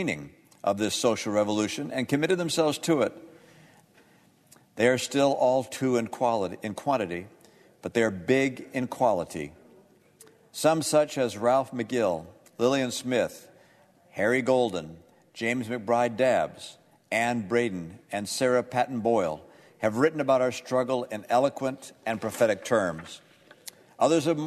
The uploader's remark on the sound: On the floor of the United States Senate. Audio from the Senate floor.